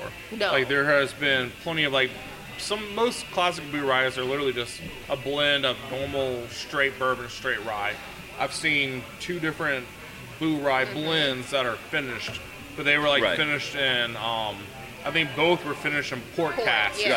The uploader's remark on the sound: Is at Sugarfiled Spirits in Gonzales, Louisiana. At the release of their 2023 Screw Cancer collaboration with the distillery.